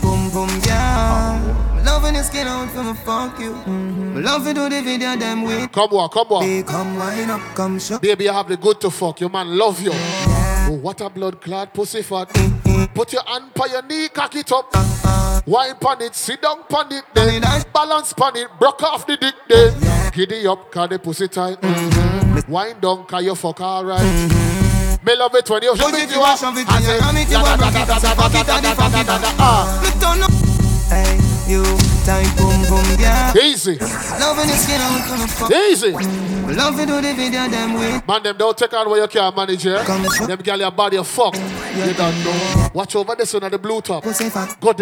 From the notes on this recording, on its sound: Live Set at 3WAY. Scala night club, London Uk.